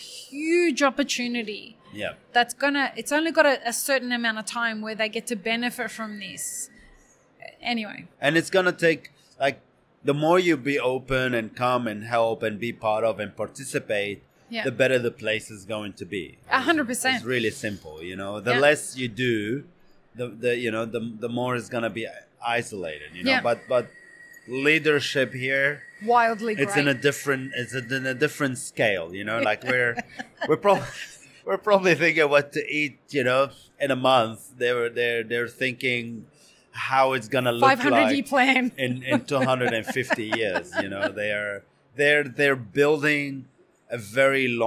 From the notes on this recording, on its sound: Live series from World of Coffee Dubai. Who joined us live as the official podcast partners for World of Coffee Dubai, and recorded podcast episodes from the show floor.